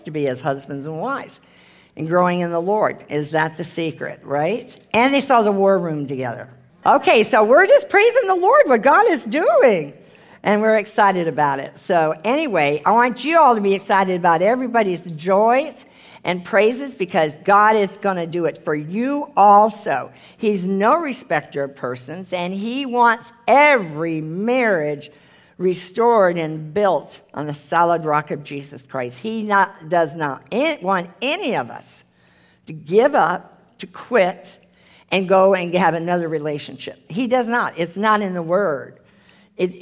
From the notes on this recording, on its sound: The full replay of the LIVE Rejoice Pompano Bible Study.